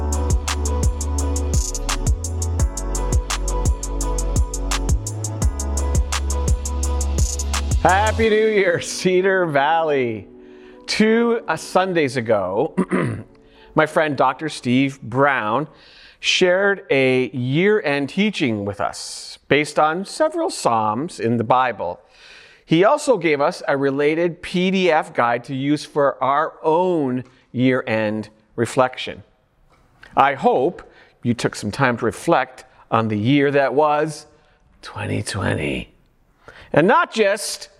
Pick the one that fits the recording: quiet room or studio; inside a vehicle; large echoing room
large echoing room